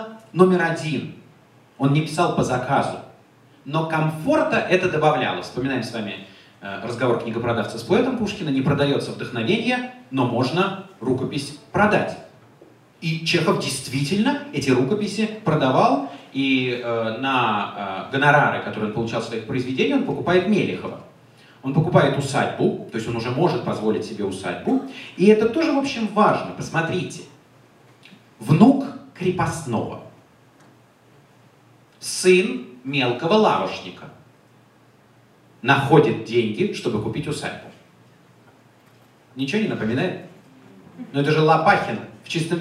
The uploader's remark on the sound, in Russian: Лекция в Доме культуры «Ясная Поляна» 28 октября 2017 года